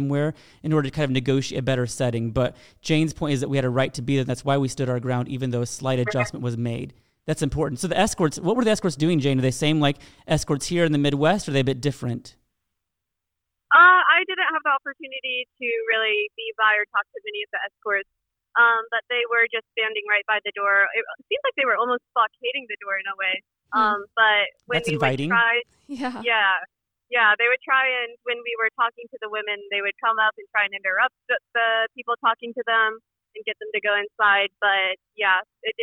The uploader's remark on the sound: debrief with us by phone